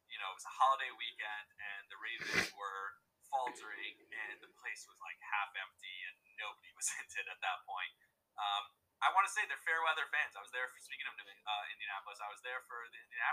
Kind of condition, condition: fault, drop-outs